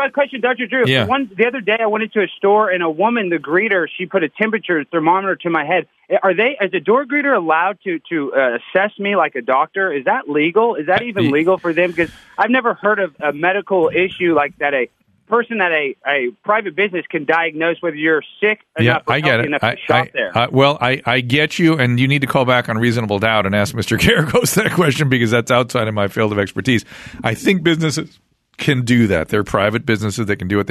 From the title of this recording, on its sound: Listener Phone Calls